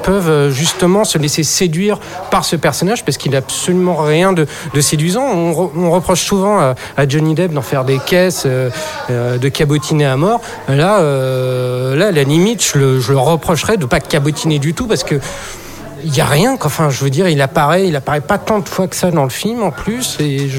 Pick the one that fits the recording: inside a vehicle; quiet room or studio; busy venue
busy venue